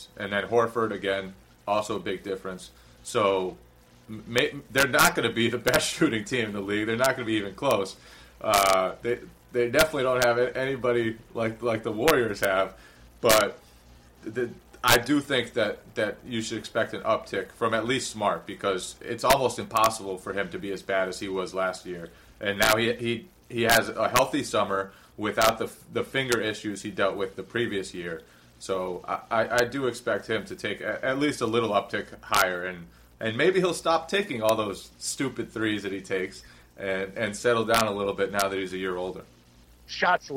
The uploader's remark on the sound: Please excuse the audio issues.